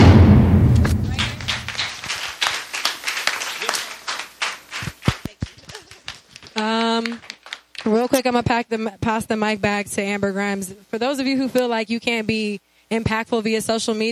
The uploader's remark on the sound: K-100 Radio was live at the #UniteATL #HipHopTownHall event that was held at the Omen Agency in downtown Atlanta.